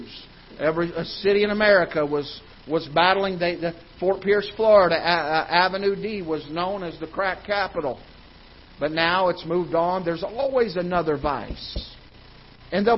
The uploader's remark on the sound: Ketha Heights Baptist Church ~ Live Broadcast.